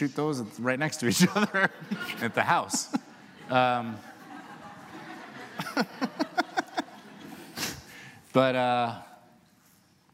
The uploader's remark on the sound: recorded on July 27, 2015 in front of a live audience at New York's 92nd Street Y